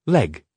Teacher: Make sure your word ending in G sounds voiced